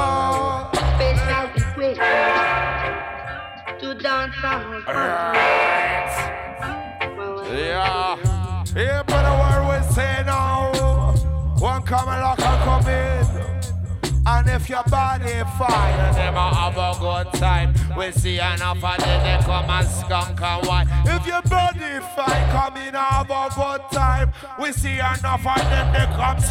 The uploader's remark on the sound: Reggae vs Jungle at The Refreshment Room, Stratford, London! This was a "live" set on the Reggae Roast Soundsystem last Summer.